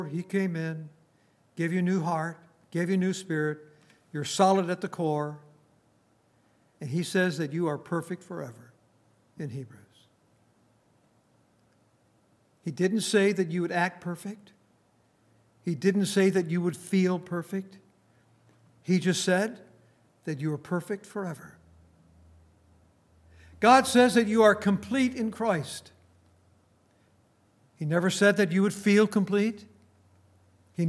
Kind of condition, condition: setting, large echoing room